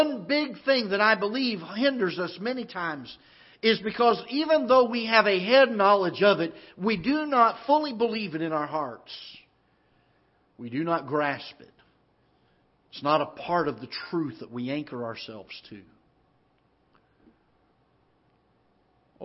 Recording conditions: large echoing room